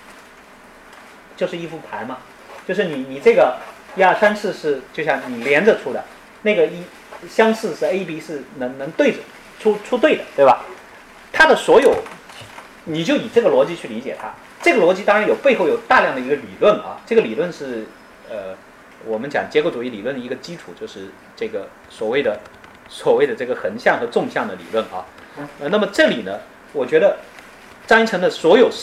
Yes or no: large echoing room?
yes